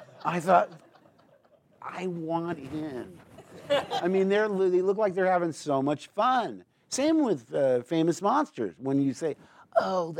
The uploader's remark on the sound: recorded this in front of a live audience